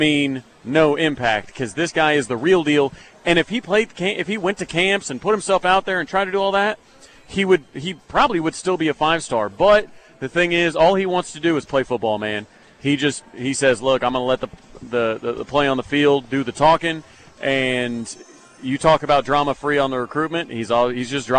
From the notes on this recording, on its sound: goes live from the HBC Bob Stoops Charity Golf Tournament at Jimmie Austin